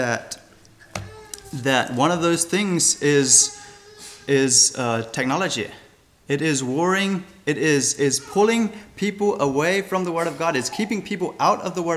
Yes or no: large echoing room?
yes